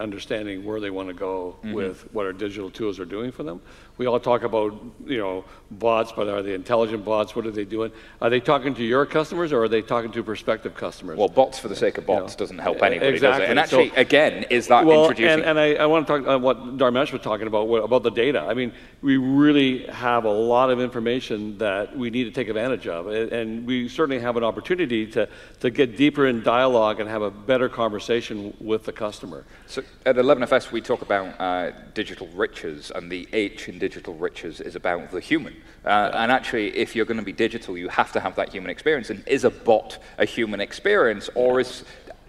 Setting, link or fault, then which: setting, live audience